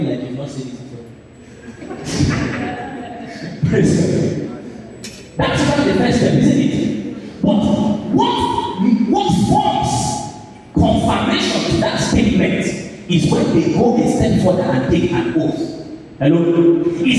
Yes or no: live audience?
yes